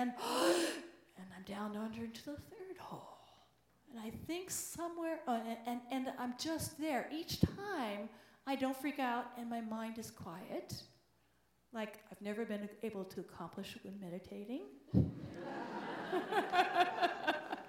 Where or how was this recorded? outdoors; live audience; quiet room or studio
live audience